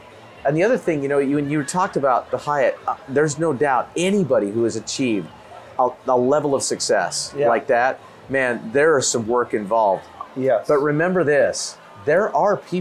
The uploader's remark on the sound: This time we recorded our episode from the balcony